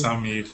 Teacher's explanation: eu prefiro quando falam Samir com A mais aberto mesmo.